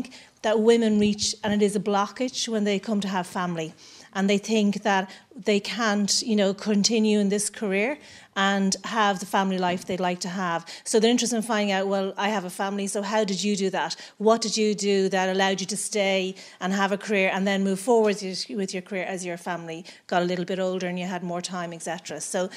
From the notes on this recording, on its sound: A special programme recorded in front of a live audience at a Dublin Tech Summit event.